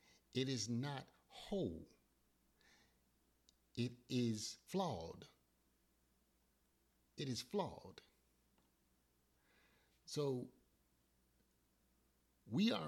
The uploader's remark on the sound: Forgive the volume, I had technical difficulties.